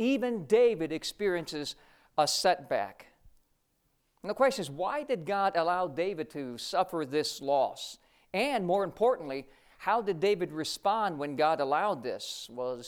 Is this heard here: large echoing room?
yes